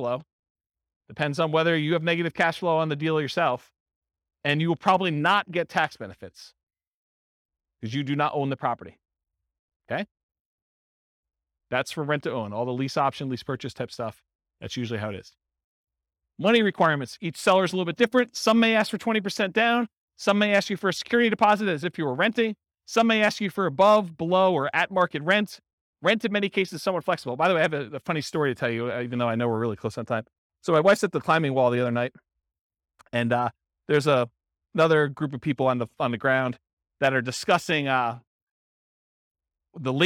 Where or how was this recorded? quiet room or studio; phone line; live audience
live audience